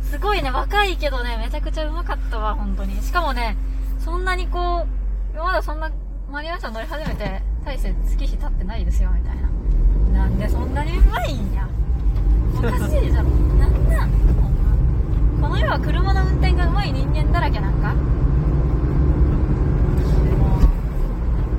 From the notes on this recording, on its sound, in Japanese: 峠に行って走り屋と話したり、走ったりした。名前も知らない人の車に横乗りさせてもらいました。眠気覚ましのために車内で録っていたので、雑音まみれです。